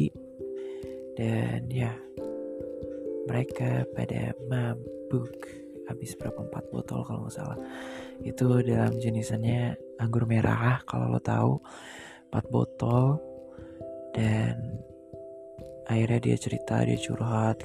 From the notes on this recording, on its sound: sorry for those noises:(